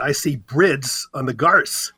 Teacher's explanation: The two letters within bird and grass switched. It's called metathesis, technically.